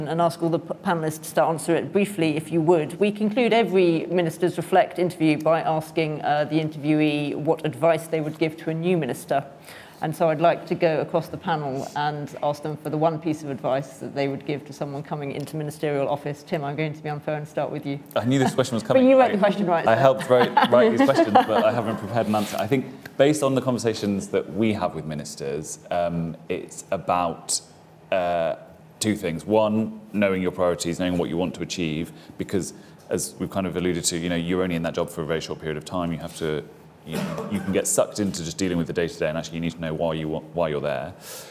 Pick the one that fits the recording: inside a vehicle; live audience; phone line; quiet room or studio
live audience